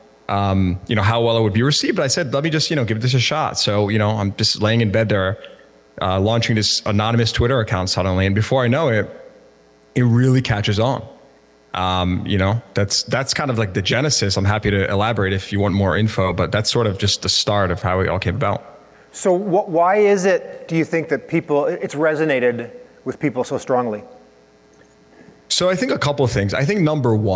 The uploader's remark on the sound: Highlighting some of the panels and presentations from Used Car Week 2023.